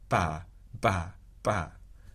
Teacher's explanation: an unvoiced bilabial plosive with absolutely no aspiration